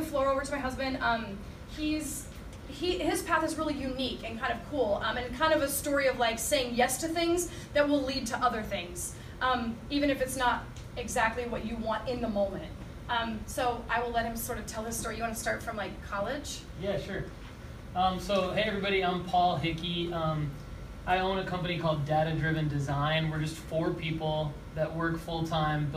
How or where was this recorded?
live audience